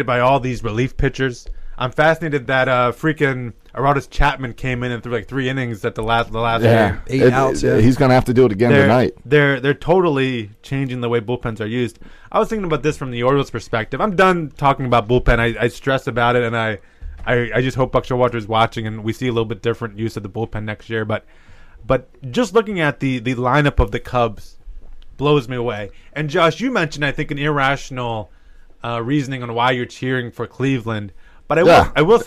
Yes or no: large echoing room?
no